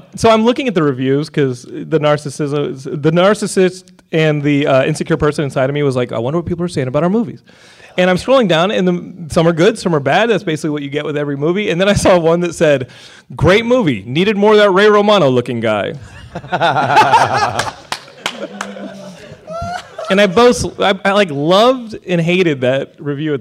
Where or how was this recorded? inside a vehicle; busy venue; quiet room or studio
busy venue